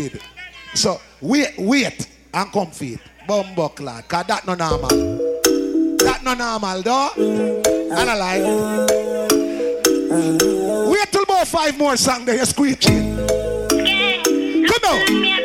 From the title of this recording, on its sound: Ice Cream Sundaze 6/12/22 (LIVE AUDIO)